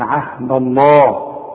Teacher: الذين ينقضون عهد الله، لفظ الجلالة مدام مفتوح، مدام لفظ الجلالة يسبق حرف مفتوح عهد الدال دي مدام مفتوحة، نفخم لفظ الجلالة